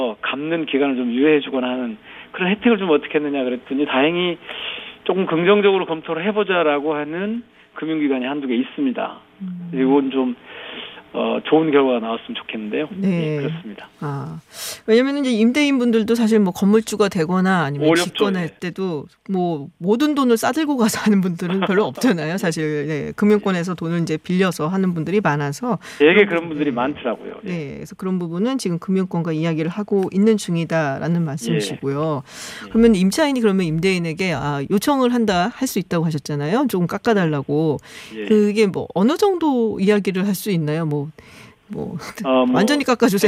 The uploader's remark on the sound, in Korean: (전화연결). (전화).